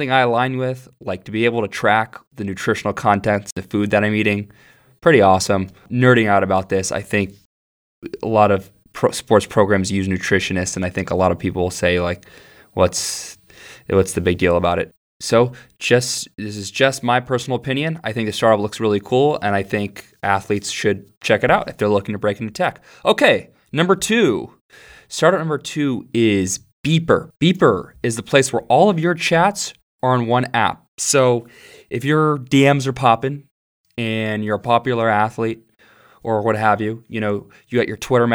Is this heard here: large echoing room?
no